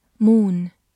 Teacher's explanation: O O 字母组合发长音，呜，末尾有个鼻音